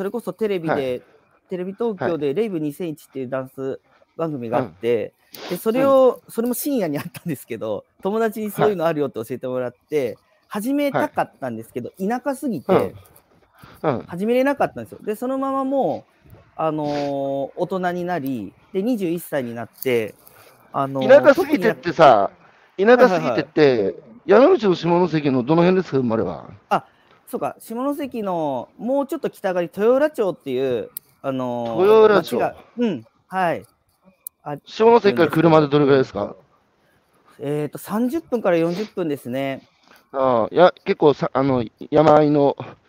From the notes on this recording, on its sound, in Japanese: 歩きながら1時間、対談する。